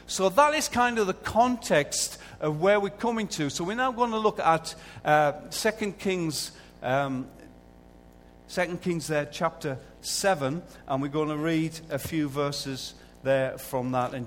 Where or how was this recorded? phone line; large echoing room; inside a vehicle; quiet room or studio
large echoing room